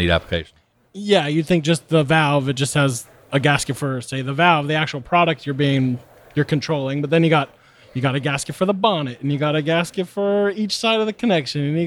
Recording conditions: busy venue